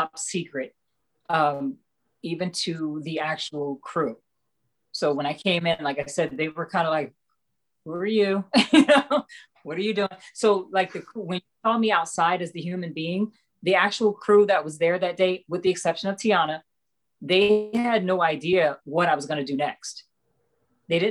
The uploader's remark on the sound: Recorded via Zoom